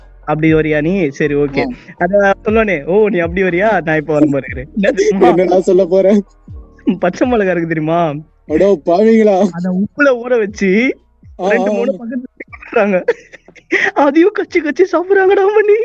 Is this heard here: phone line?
yes